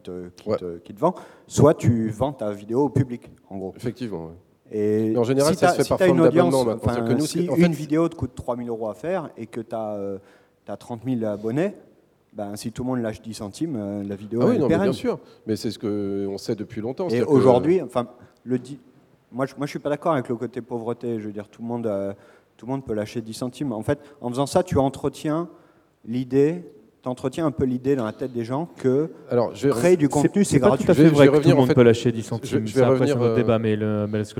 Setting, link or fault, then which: setting, busy venue